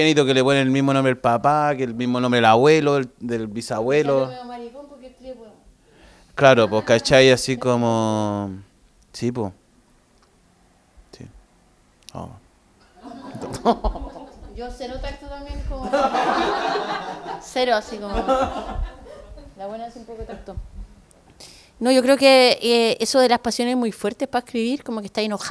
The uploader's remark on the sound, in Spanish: Vuelven los conversatorios en vivo, con público y en la tremenda Cervecería Intrinsical Av. Brasil 88, Metro Los Héroes, Santiago .